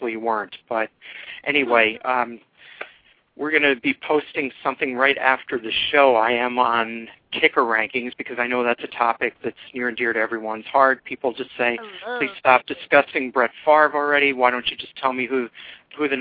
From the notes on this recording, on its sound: fan interaction via phone